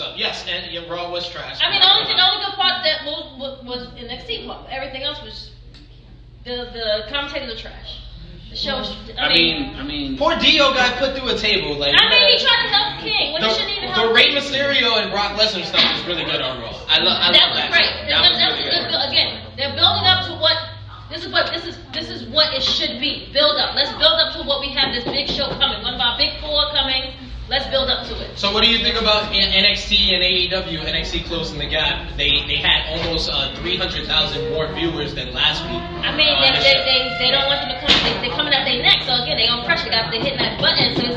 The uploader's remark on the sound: Full Gear LIVE at Luv Story Bar.